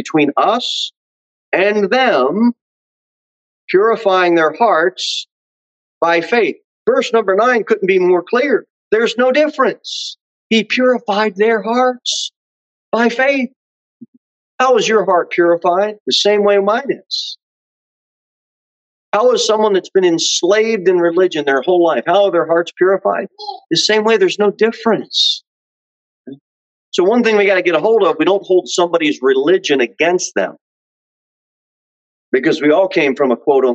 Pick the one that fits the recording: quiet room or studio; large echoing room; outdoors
large echoing room